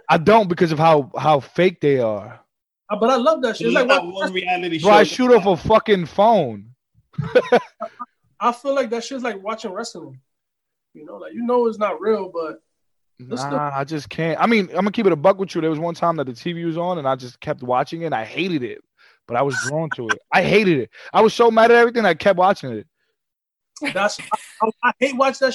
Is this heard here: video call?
yes